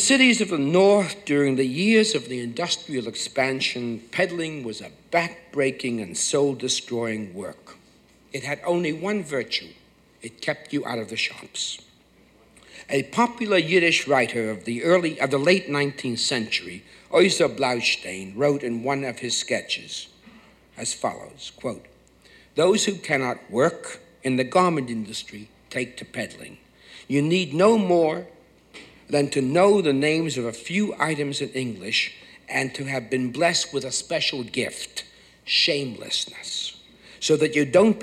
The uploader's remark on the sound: Recorded on Feb 10, 1976 at New York's 92nd Street Y.